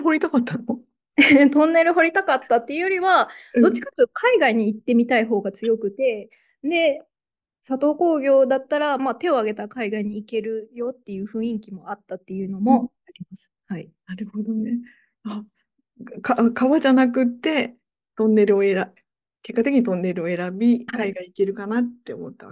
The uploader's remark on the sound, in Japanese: 収録場所： オンライン (Zoom)